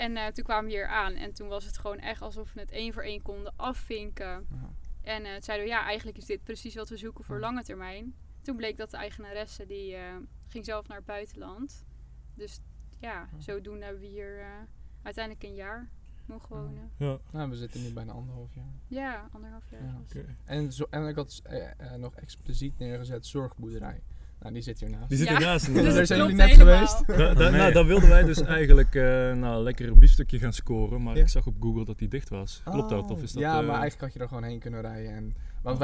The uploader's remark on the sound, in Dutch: We hebben het gesprek buiten opgenomen, midden in de natuur dus je hoort af en toe een vogeltje of een ander geluid.